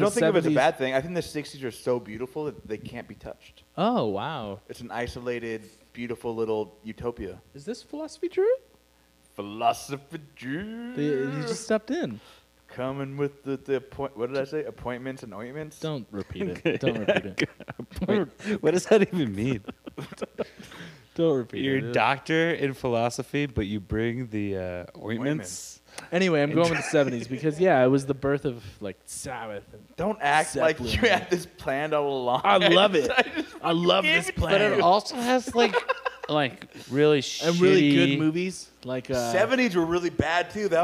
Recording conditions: hum or buzz